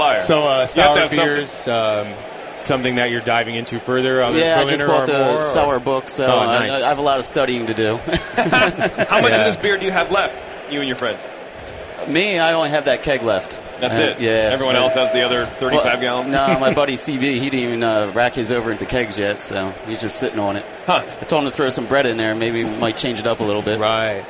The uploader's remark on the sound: Heads to Grand Rapids, MI for the National Homebrewers Conference and broadcasts live from Club Night.